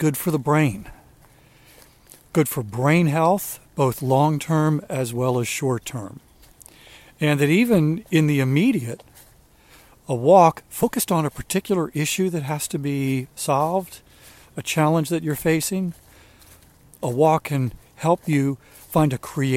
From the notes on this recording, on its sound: during today's ten-minute walk